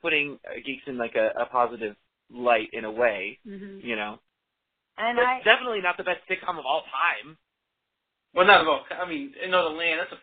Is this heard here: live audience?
no